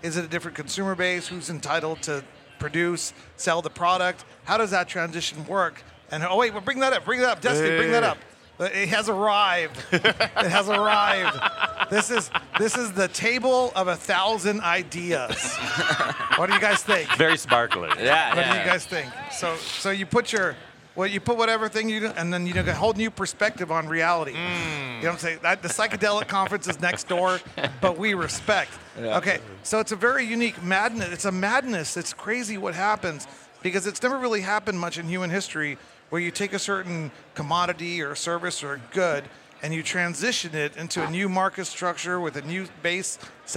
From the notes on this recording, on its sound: Recorded at MJBizCon 2023